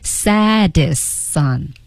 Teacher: saddest 都没有发出来 saddest sound 对就跟后面那个 sound 一并合成进行了连读